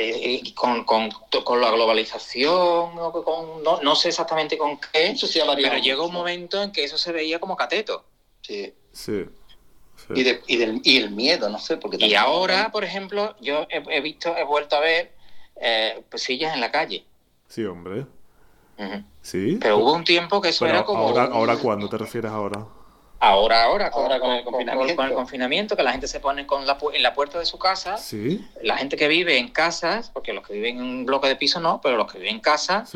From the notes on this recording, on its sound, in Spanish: Entre París y Sevilla, charla telefónica